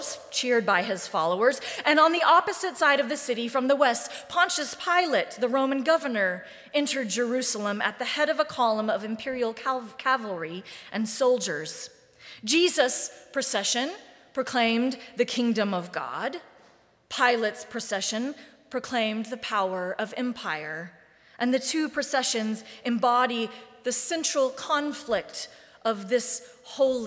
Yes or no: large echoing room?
yes